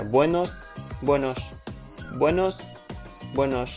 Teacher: Эска не произносится как S, Buenos Dias, а произносится Buenos, она немножко шипящая такая